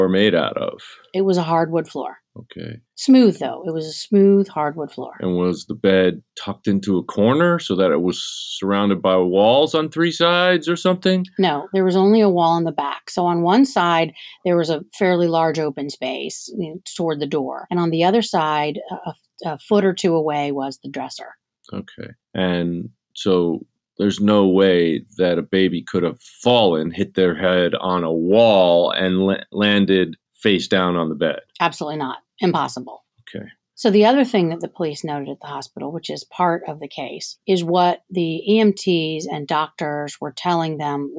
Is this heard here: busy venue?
no